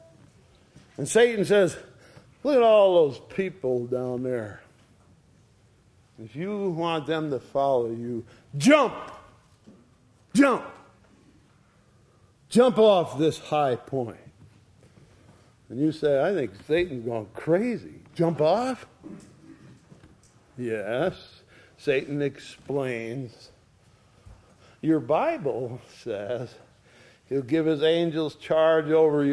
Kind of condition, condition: setting, large echoing room